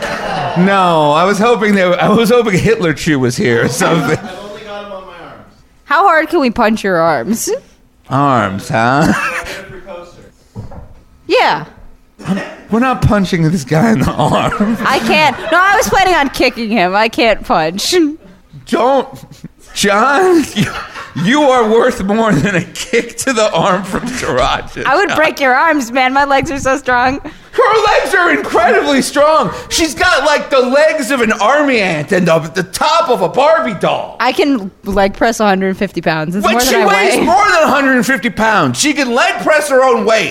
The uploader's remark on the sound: Philly Live Show. Special live show we taped back in June.